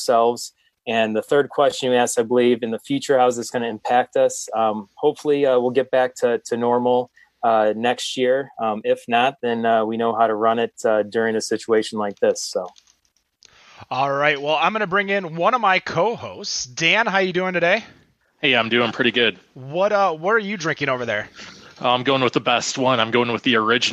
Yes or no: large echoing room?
no